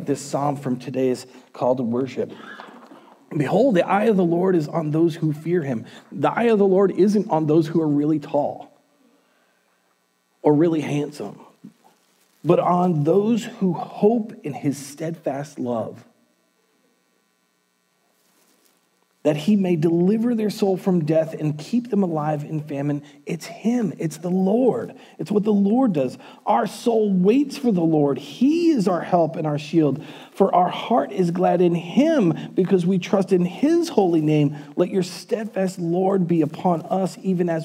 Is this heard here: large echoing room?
yes